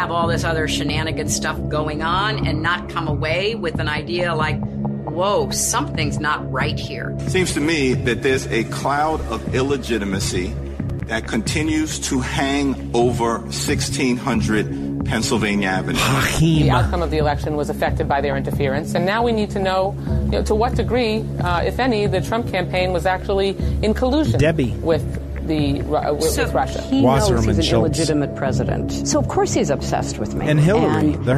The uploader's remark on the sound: Full phone lines and creative callers and texters keep the show moving